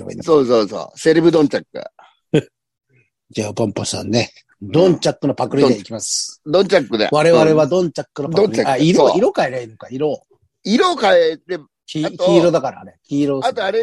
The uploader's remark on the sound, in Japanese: ZOOMで収録。